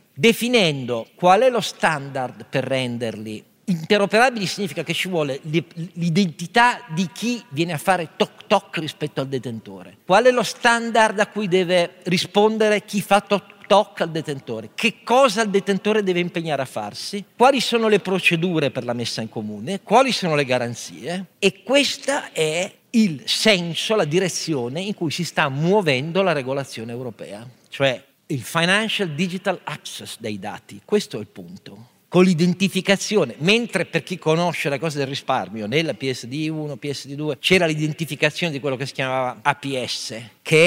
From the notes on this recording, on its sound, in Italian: Un Don Chisciotte live registrato a Pavia in occasione di "Pavia Capitale della cultura d'impresa" davanti ad una platea di imprenditori di PMI.